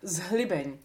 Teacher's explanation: we get a voiced H in the middle of a word.